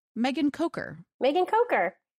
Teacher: it's pronounced with a long O and a hard CH, like Coker